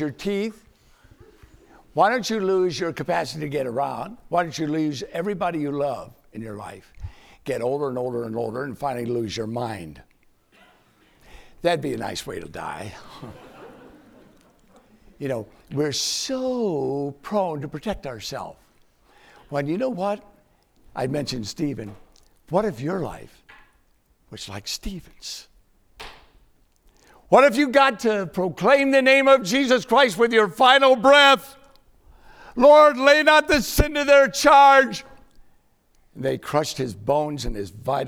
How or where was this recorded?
large echoing room